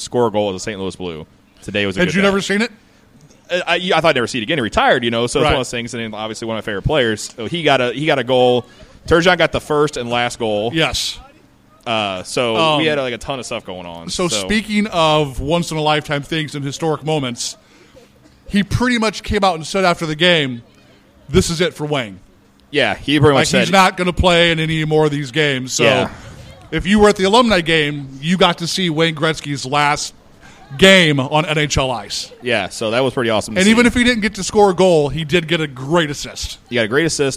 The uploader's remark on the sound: Live at The Winter Classic Part 1. Louis Blues are playing in the Winter Classic and we were live outside of Busch Stadium. We had a blast at the tailgate and thanks to everyone who stopped by. A few guests stop.